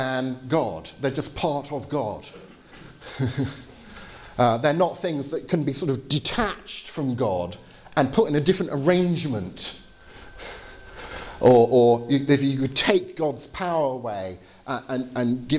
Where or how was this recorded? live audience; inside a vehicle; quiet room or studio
live audience